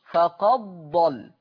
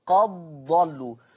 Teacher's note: الدال الساكنة تضغم في الضاد · Term: الإضغام